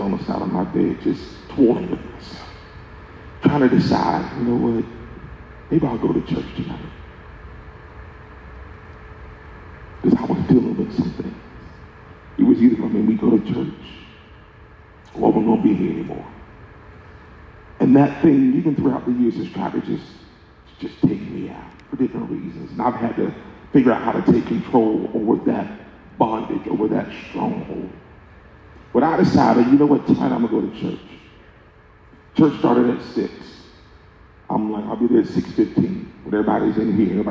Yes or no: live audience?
yes